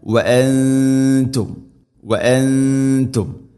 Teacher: നൂനിനെ അവ്യക്തമാക്കി മണിക്കണം · Term: ഇഖ്ഫാ ബിഗുന്ന